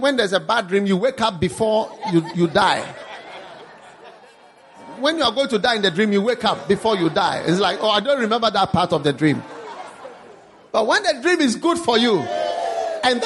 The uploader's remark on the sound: Preached at the First Love Gathering Service.